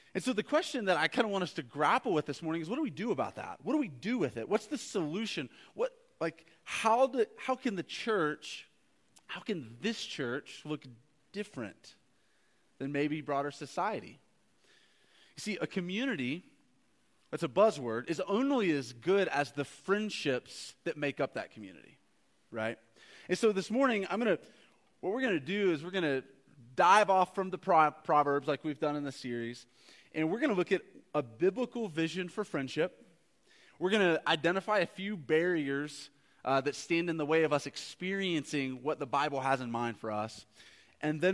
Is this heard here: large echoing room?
yes